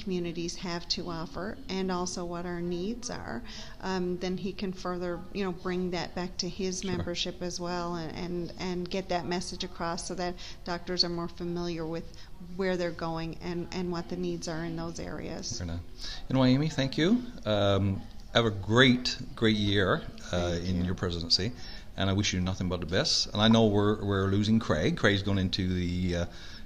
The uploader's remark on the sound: brought to you from the 2022 MNL Conference in the Town of Gander, NL